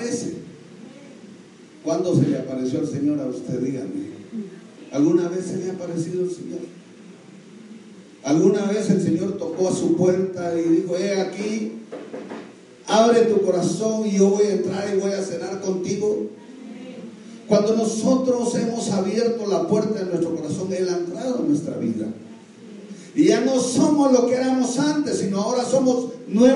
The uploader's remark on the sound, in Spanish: Audio del Servicio del 08 de Septiembre de 2019 de Iglesia Lluvias de Gracia expansión san Lucas